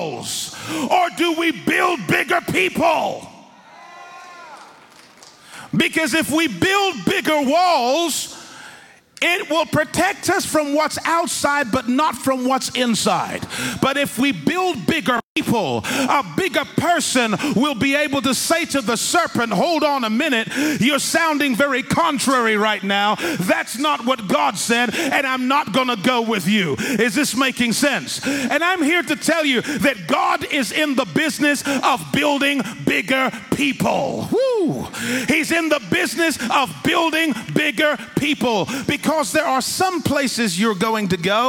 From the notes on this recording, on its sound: In this message preached in House on the Rock Church in Lagos, Nigeria.